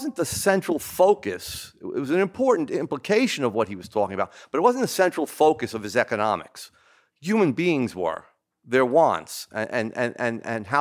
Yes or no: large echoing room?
yes